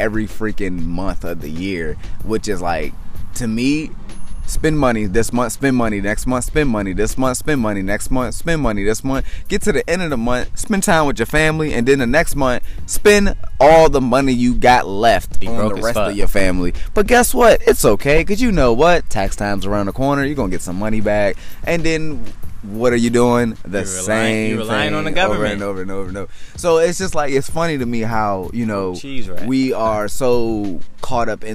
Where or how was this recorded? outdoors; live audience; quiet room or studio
outdoors